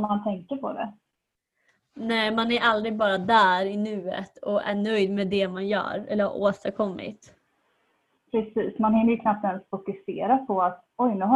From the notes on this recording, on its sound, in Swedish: sämre ljudkvalité pga inspelning via zoom